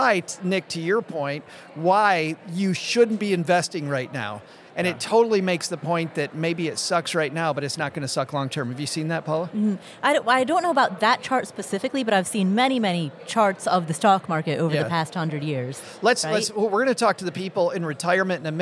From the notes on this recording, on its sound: We asked an All-Star panel that you can only put together at a big conference like FinCon. We're recording LIVE from the moomoo podcast booth at FinCon 2023.